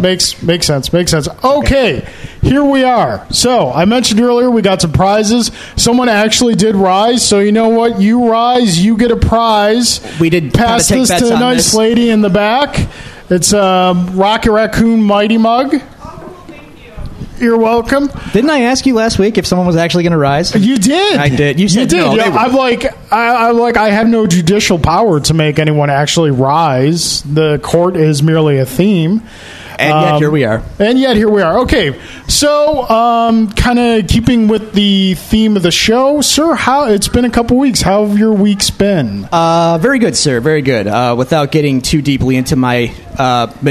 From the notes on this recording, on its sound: LIVE at Daily Planet Coffee to celebrate 100 episodes and taking audience questions